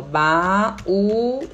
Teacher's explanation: na palavra baúzinho é o zin que é a sílaba tônica. Então, morreu, a lei do hiato não vai ser aplicada aí.